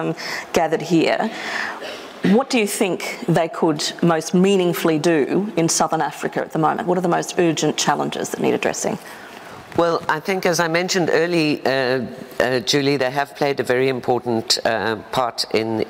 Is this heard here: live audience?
yes